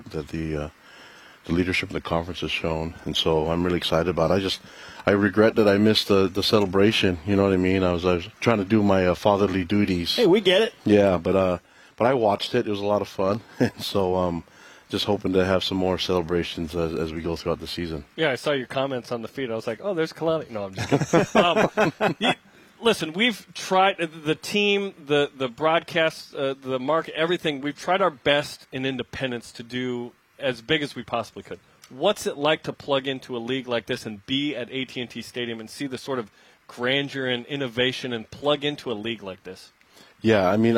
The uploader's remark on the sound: BYUSN is live at the Big 12 Media Days.